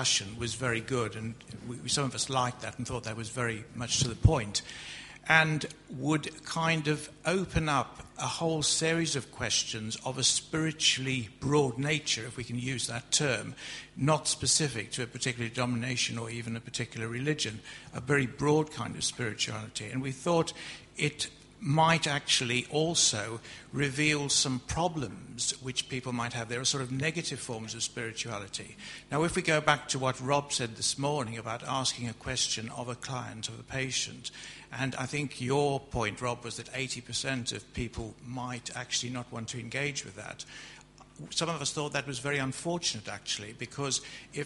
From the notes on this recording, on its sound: From our conference in Bradford in 2009